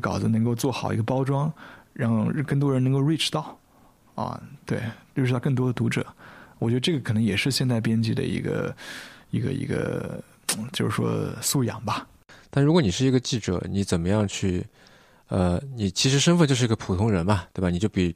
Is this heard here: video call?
no